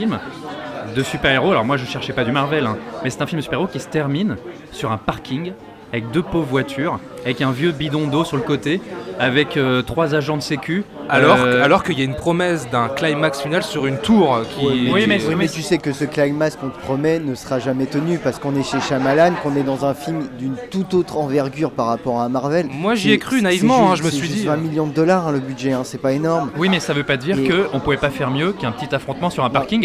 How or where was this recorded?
busy venue